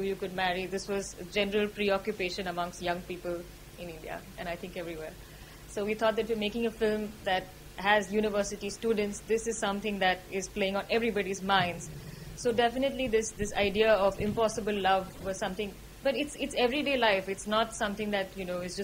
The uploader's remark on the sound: This conversation was recorded during the opening night screening for FRAMES of REPRESENTATION 2021